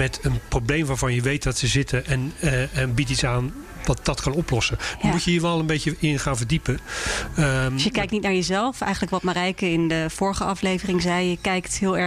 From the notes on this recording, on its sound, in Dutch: De podcast wordt opgenomen tussen de werkende zzp'ers in Bar-Brasserie Danel in Utrecht. De podcast wordt opgenomen tussen de werkende zzp'ers in Bar-Brasserie Danel in Utrecht.